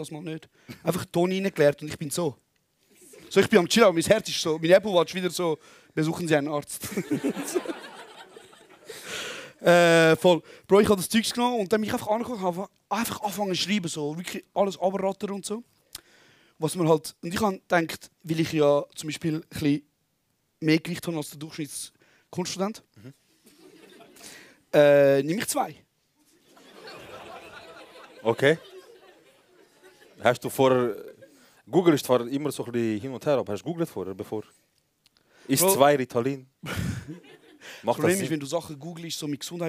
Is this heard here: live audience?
yes